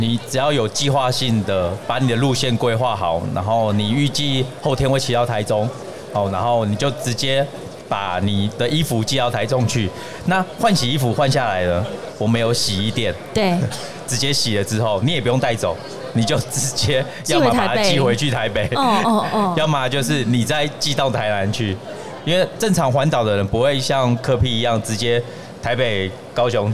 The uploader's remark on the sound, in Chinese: 2022 Taipei Cycle台北國際自行車展-Live Podcast